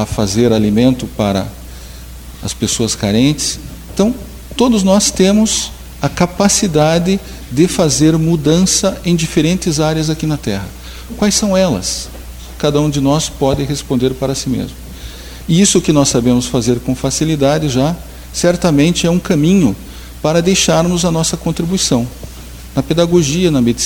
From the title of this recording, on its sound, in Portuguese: Palestra ao Público